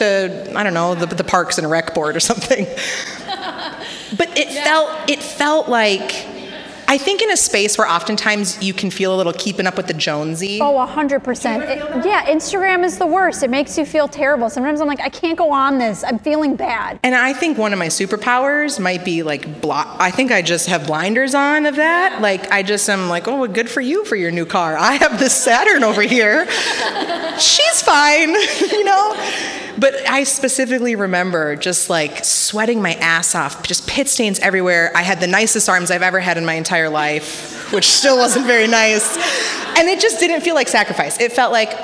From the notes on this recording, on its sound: LIVE from the Neu Neu in Minneapolis. During this live show.